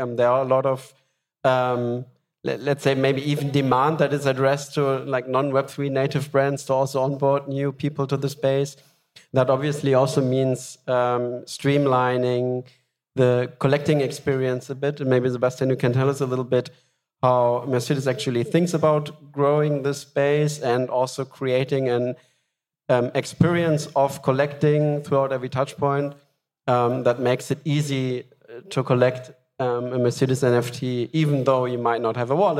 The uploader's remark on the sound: The "Decoding Digital Collectability" panel at Gateway Miami.